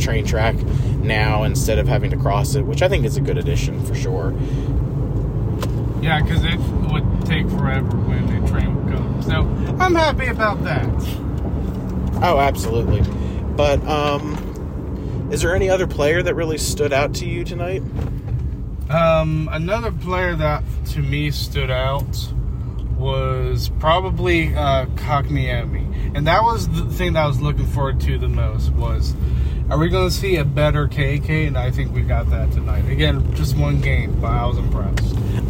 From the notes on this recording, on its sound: A Carcast Special. Making a podcast episode while driving home from a canes game.